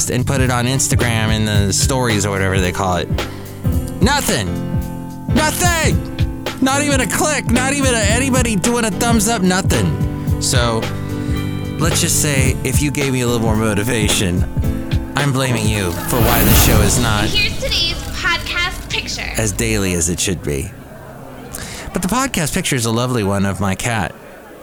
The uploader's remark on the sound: podcasts live from Cafe Anyway